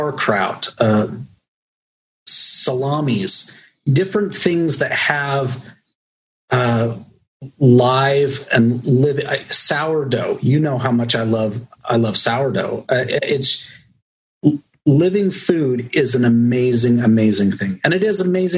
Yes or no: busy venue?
no